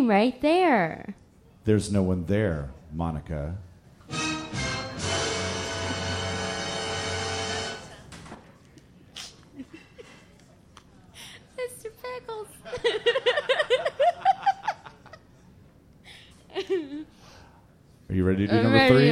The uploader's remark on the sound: Live at the Skylark! Our first live episode!